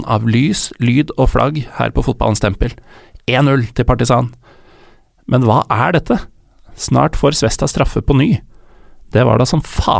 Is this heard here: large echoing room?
no